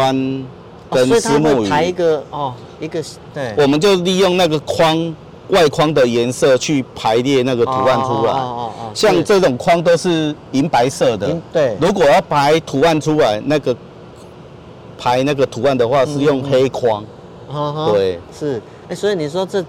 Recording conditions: outdoors